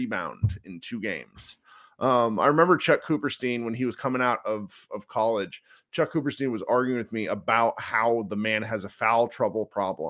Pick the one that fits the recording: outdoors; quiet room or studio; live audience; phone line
quiet room or studio